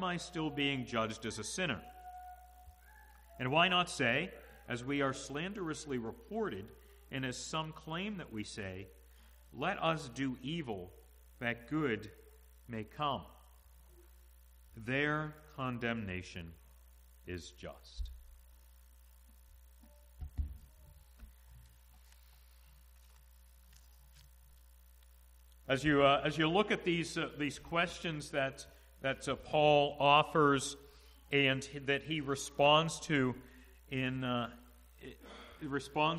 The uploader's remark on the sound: to the congregation at the Manchester Reformed Presbyterian Church of New Kensington, PA, on Sunday, March 06, 2022 .